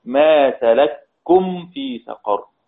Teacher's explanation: الكلمة الثانية في سورة المدثر: ما سلككم في سقر، ما سلككم في سقر، كاف وكاف في كلمة واحدة، الأولى مفتوحة والثانية مضمومة، قرأ فيها الإمام السوسي عن أبي عمرو بالإدغام: ما سلككم في سقر، إسكان ثم إدخال فتصير كاف واحدة مشددة